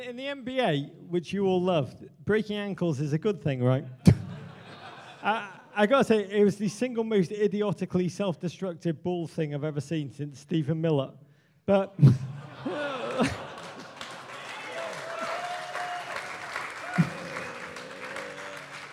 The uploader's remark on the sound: Live at the British Embassy in Washington D.C.